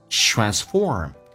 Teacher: transform,重音在后面 F 上